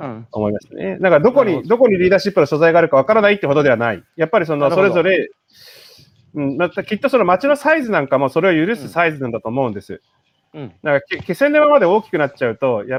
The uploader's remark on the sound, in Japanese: 歩きながら1時間、対談する